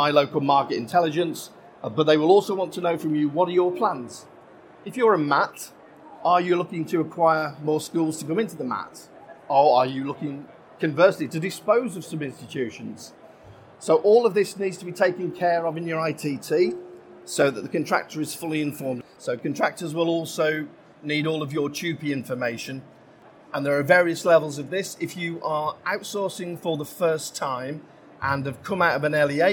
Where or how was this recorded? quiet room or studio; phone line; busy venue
busy venue